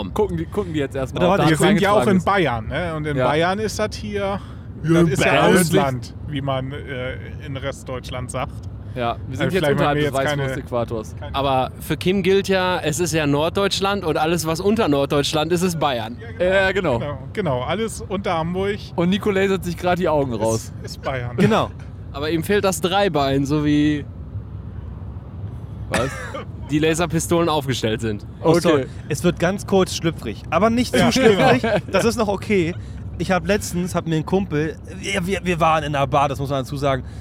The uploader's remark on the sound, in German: Live von der Autobahn